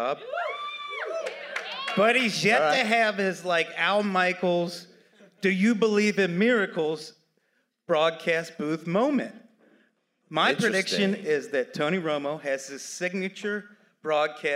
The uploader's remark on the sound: Live from City Winery Atlanta!